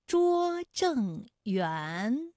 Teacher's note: 园的韵母是乌安，它就是前鼻韵母